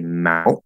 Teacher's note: Um, this is a common example used to show where we might have a glottal stop T inside of a word, because that's usually what we do. We say mount with a glottal stop